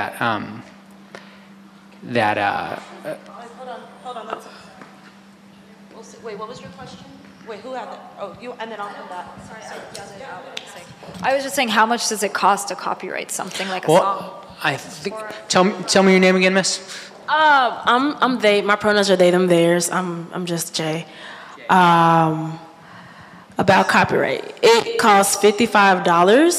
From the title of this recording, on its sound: live recording